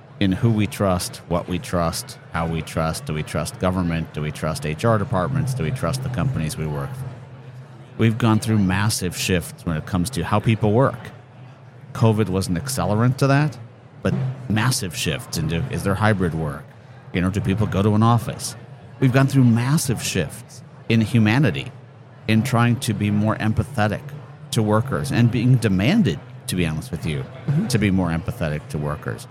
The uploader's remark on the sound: Live at the HR tech 2022 conference